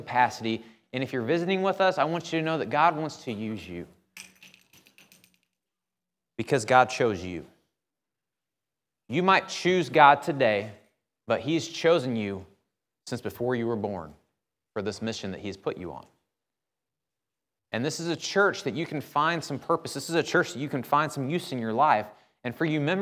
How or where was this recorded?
large echoing room